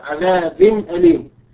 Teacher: هذا إظهار بسبب أن التنوين في كلمة عذاب هذا تنوين بالكسر أتى بعده الهمز وهو من حروف الإظهار